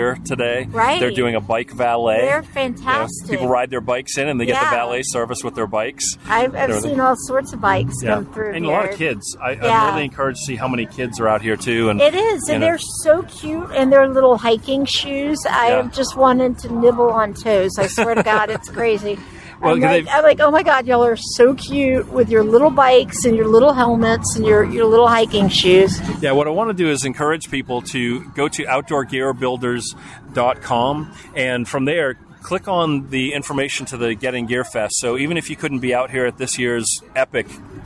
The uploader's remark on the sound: Were on location for BizRadio.US for the 2023 Get In Gear Fest, put on by The Outdoor Gear Builders of WNC, Prestige Subaru and more sponsors (including BizRadio).